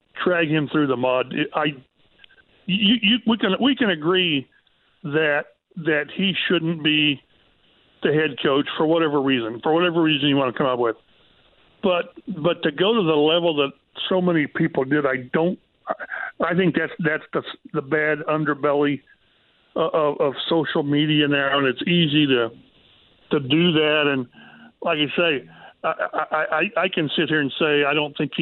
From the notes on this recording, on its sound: opening the phone lines back up to more listeners